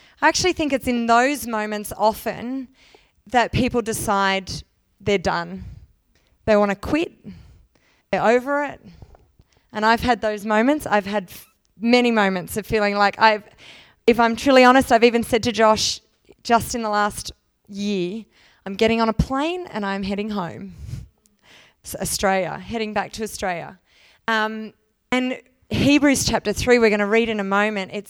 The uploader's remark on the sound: Second session from the Divergent Church Radiance Women's Conference 2019